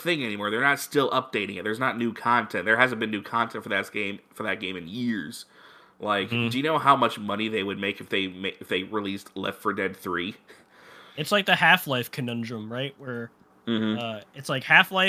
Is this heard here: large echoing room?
no